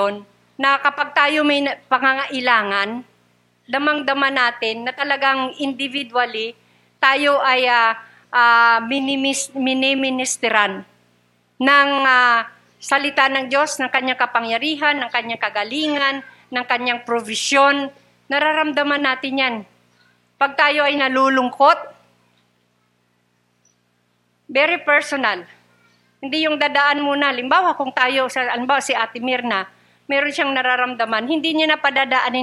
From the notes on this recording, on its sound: Recorded live at The Shepherd Of Faith Family Church on February 13, 2022.